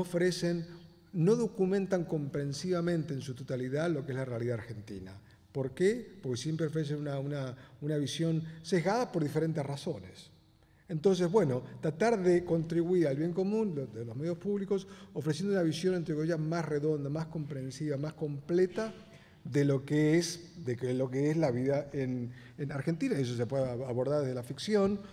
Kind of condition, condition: setting, live audience